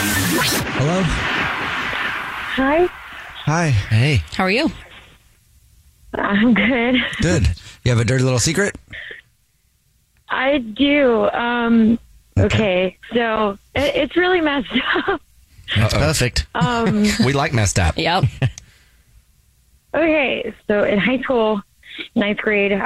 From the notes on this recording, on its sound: Give the caller an anonymous nickname. The woman on the phone.